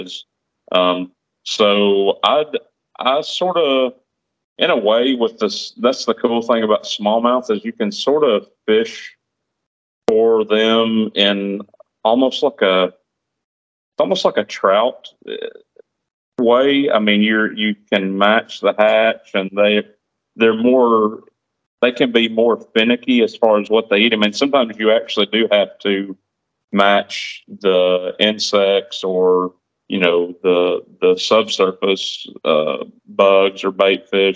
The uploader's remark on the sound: The recorded show was only half of the phone conversation had when we weren't recording.